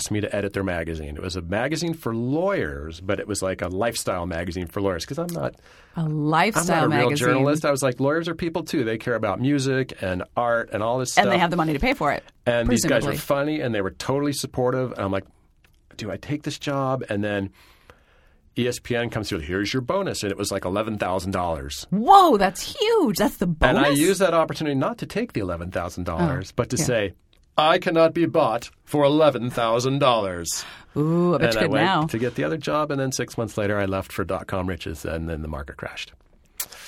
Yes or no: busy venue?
no